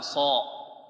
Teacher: يرفع أقصى لسانه، كلما ارتفع أقصى اللسان كلما زاد التفخيم، وكلما نزل أقصى اللسان كلما يعني قل التفخيم وصار ترقيقا، لأن الحرف من حيث الاستعلاء والاستفال إما أن يكون مفخما وإما أن يكون ماذا؟